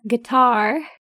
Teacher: The southern accent guitar, a little different stress on the first syllable.